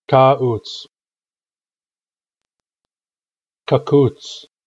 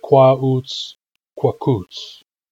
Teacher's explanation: In Ucluelet and in most dialects, grandchild has a round K. · Shown in: second take · And people say kwa-uts, kwa-kuts.